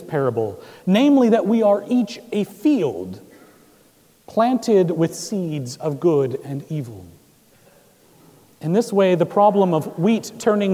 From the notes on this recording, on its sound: Recorded July 23, 2017 at Trinity Presbyterian Church in Bixby, Oklahoma.